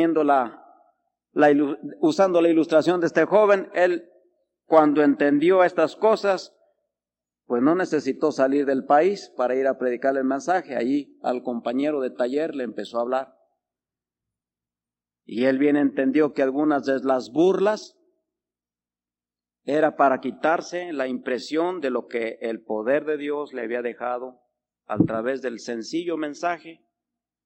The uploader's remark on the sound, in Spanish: Grabado el 8 de Diciembre de 1985 Culto de las 12 Hrs